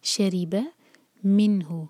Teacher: فمن شریب، شا ایک حرکہ، ری ایک حرکہ، اور را کے نیچے کسرہ ہے تو یہ ری باریک ہوگا، زبان کے صرف ٹپ یوز کریں گے. شریب منہ، میم کے بعد جو نون ہے اس کو دیکھیں، اس نون پر ہے سکون، تو یہ پہچان ہے کہ یہاں ہم کو اظہار کرنا ہے، یعنی کہ نون کے مخرج کو ٹچ کریں گے لیکن ٹائم نہیں دیں گے.